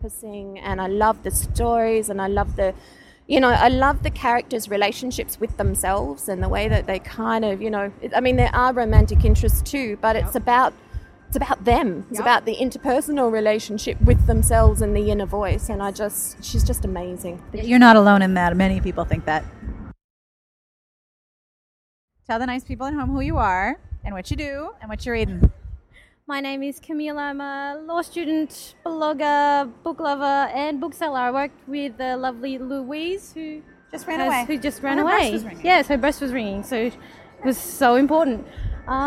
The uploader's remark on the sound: hanging out in the festival area with a few readers and a book seller